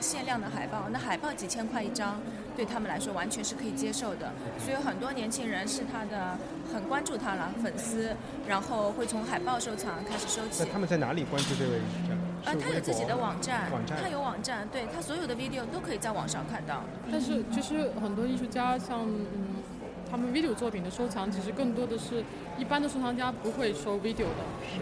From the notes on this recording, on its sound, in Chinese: 和100个VVIP在一起。是一期我们从上海ART021和West Bund带来的当代艺术博览会特辑。我们用了一天下午的时间录音。从上海展览馆到西岸。因为现场录音有比较大的杂音，音量也不一定特别好控制。但是最后的节目并没有通过降噪处理，因为我们想把艺博会现场的气氛传达给大家，不管是ART021开幕现场VIP的窃窃私语，还是当时尚未完工的West Bund布展现场。